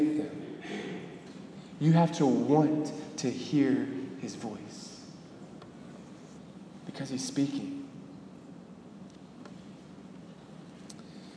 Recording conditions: large echoing room